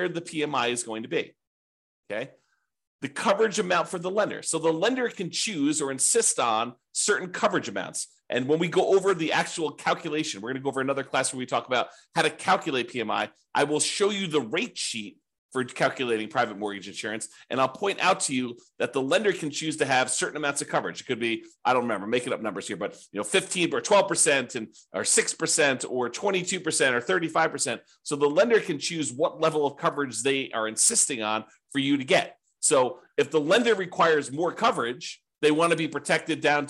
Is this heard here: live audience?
no